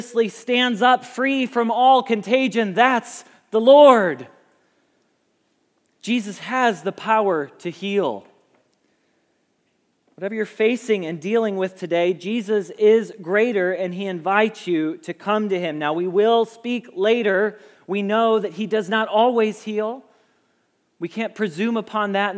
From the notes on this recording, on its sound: Message Preached at Valley Creek Church